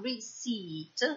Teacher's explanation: La pronunciamo receipt senza pronunciare la P